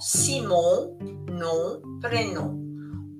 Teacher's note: OM ci danno la nasalizzazione della O